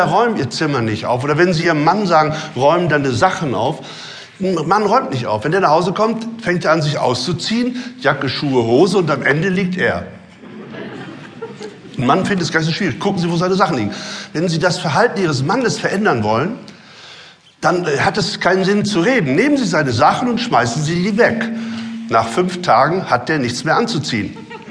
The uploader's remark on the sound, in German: Live Mitschnitt.